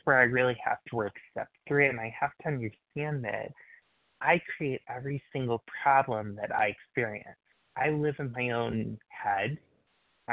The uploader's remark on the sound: qualification from the 100 Pounders Phone Meeting